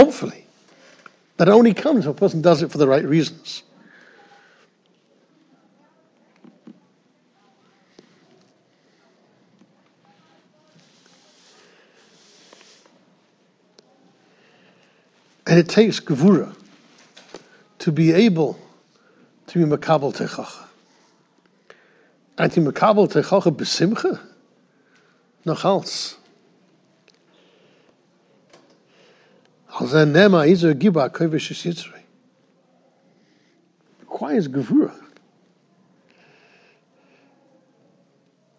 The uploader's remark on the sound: Shiur recorded in Yeshivas Ohr Reuven, Monsey, NY.